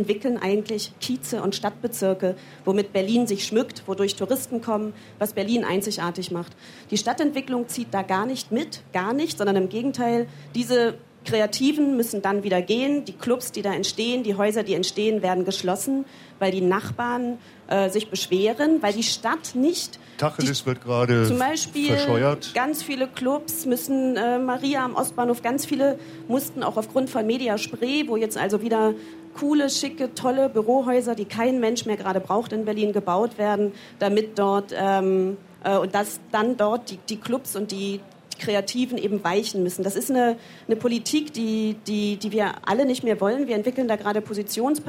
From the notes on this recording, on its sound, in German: Live-Mitschnitt von der Musikmesse Frankfurt.